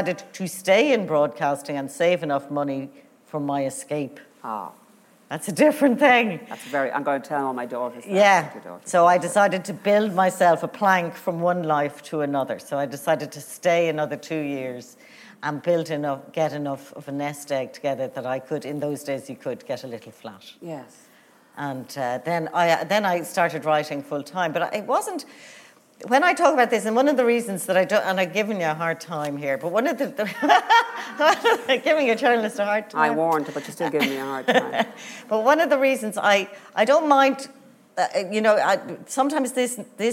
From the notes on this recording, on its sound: recorded live at Liberty Hall Theatre in Dublin